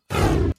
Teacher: It's almost like a vocal fry thing. If he stays in the upper register, he's fine. But then he ends his sentences by going down.